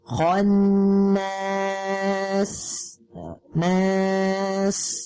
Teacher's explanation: sin ini mempunyai sifat safir yang tajam. Ya, dia itu tajam karena akibat apa? Keluarnya udara dari celah-celah gigi kita.